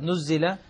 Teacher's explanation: النون مضمومة والزاي مكسورة